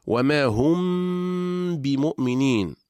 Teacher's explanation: هذا إذن حكم الإخفاء بالنسبة للميم الساكنة إذا جاء بعدها حرف الباء، وقد سماه العلماء إخفاء شفويا، وذلك لخروج الميم الساكنة والباء من الشفتين. وسبب هذا الإخفاء هو تجانس الحرفين في المخرج واشتراكهما في أكثر صفاتهما.